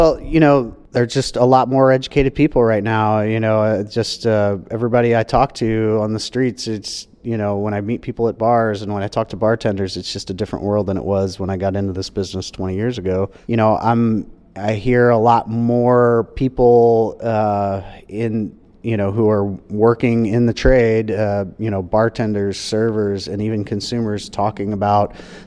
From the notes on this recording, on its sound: while he was in Washington DC at Brewers Association Conference